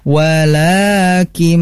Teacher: Dan la-nya itu harus dibaca mad dua harokat.